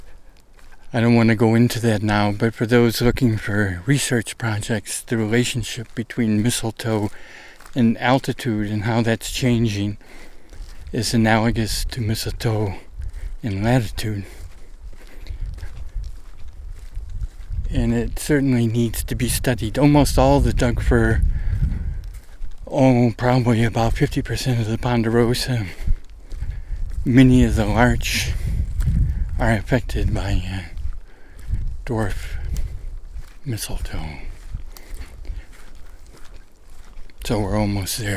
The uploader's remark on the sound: Trek in the South Wallowa wilderness. ASPEN GROVE where the field recording was made, part of a massive Sudden Aspen Decline (SAD) in Northeast OREGON.